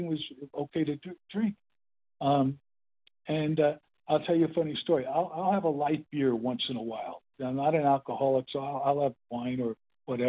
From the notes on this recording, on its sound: the 100 Pounders Phone Meeting, 3/31/23